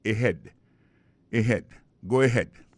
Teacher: on a point que accent tonique là tombé sous deuxième syllabe